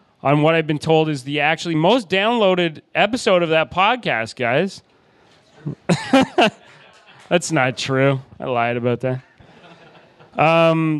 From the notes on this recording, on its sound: Live from Backdrop. We recorded live with two guests. Special thanks to Poppa Bean Coffee and Backdrop Restaurant for the awesome coffee and for hosting the live show!